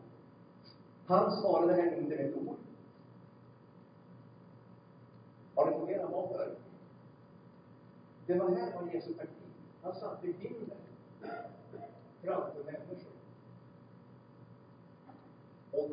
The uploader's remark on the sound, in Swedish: Storsjökyrkan. Låg inspelningskvalité och ljudnivå!